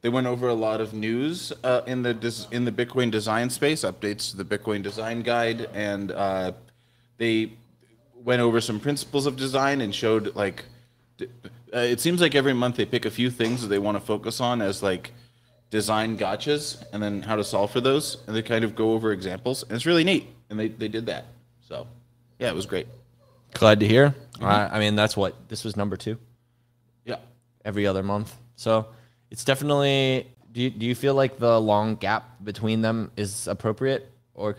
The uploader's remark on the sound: Pleb Broadcasting Service was broadcasted from Austin, Texas. In front of a live Pleb audience.